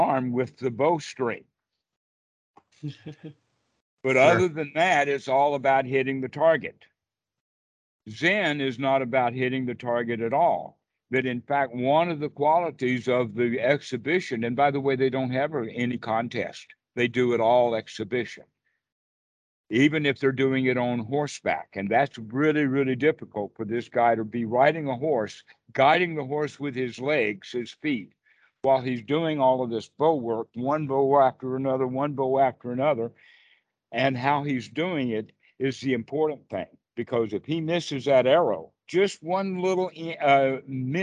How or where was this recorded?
video call